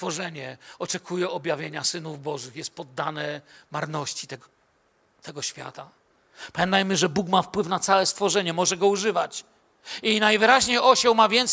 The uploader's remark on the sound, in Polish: Kazanie nagrano podczas nabożeństwa niedzielnego w Kościele „Filadelfia” Bielsko Biała.